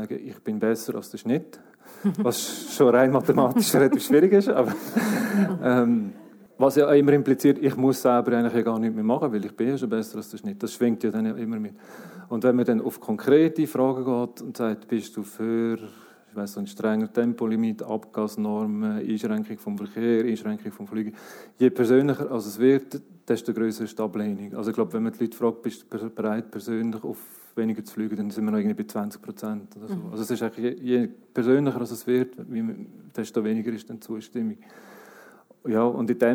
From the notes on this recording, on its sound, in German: Gespräch im Rahmen der Ausstellung «Natur. Live-Aufnahme im Stapferhaus.